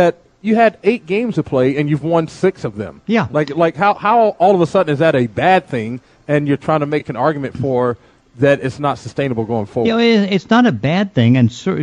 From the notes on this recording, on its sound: Live at Snoqualmie Casino.